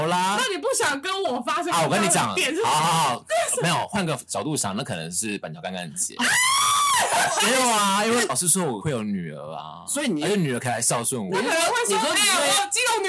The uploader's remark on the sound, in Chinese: 本集節目音質有爆音的危險性，音量請注意控制並小心耳膜痛痛。